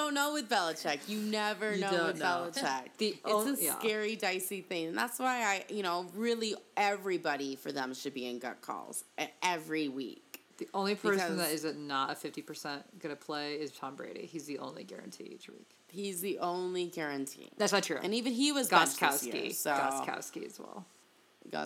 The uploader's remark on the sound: Garageband had an error so the reverb and echo are out of control and it won't let us adjust it.